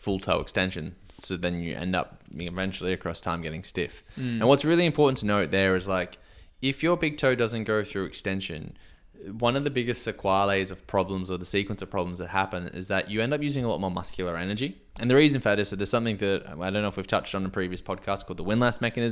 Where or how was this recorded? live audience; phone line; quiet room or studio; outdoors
quiet room or studio